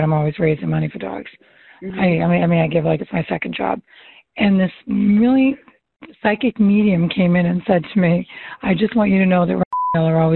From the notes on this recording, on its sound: All of these coaching calls have been recorded with permission, and the sound quality may vary.